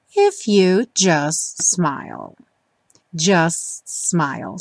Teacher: Também junta os dois S's porque o T do just acaba não aparecendo.